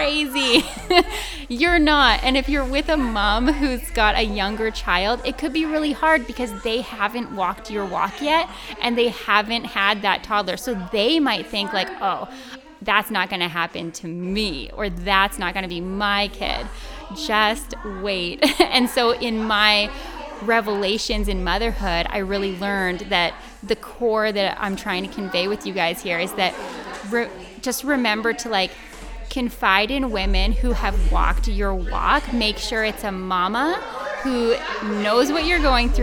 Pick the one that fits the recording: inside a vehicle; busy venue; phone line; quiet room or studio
busy venue